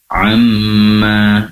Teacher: Berikutnya masih di ayat pertama, subhanahu wa ta'ala amma, di sini ain kemudian mimnya, pastikan mimnya bertasydid itu gunnah ya, dengungnya lebih lama. Amma, durasi penempelan kedua bibir lebih lama. Amma, karena mim berasal dari kedua bibir.